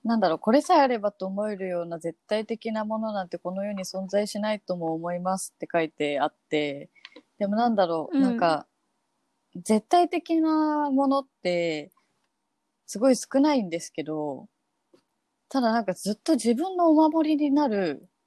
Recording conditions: video call